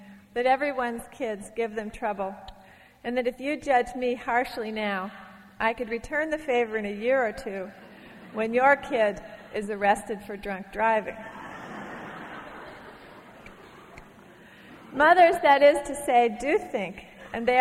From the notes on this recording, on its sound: from a Portland Arts & Lectures event in 1991